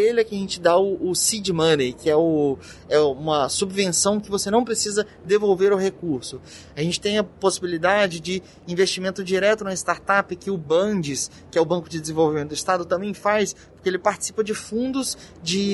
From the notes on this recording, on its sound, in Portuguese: Episódio gravado no evento "SEBRAE/ESX - ESPÍRITO SANTO INNOVATION EXPERIENCE", realizado em dezembro de 2021.